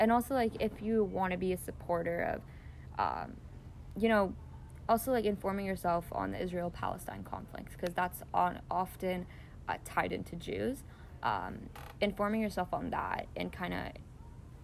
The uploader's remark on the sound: From her own backyard in an in-depth (and socially distanced) conversation. Yes, there is some background noise!